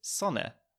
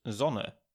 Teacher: the S sounds more like Z in German · Shown in: second take · in other parts of Germany, and importantly in standard German German, it's pronounced like the English Z